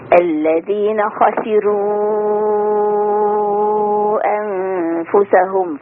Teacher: ترقيق الراء ما يأثرش على تفخيم الخاء